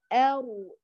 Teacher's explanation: تشعر في شيء من الإشمام، أرو في راء واو في ذات الوقت، وبعدين رو رو اللي هو كأنه فتحة وضمة مشمة.